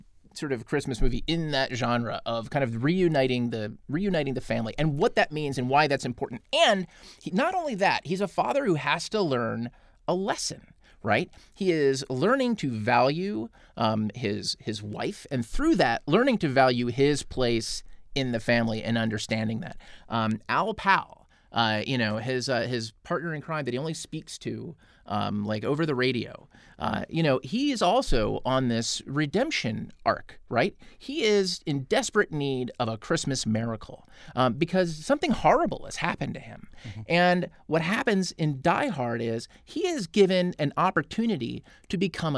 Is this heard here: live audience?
no